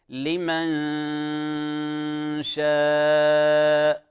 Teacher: غنة الإخفاء الملاحظ في قراءتك لمن شاء لمن شاء كأنك تظهرها، والأصل أن كما قلنا في الإخفاء الحقيقي أن جسد النون غير موجود ولكن تصويتها موجود